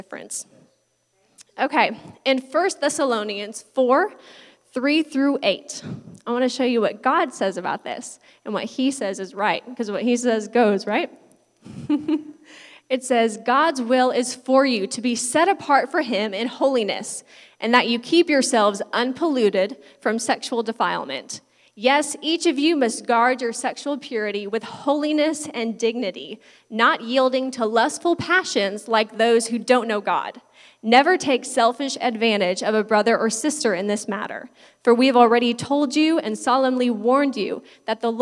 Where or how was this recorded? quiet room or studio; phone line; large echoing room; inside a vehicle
large echoing room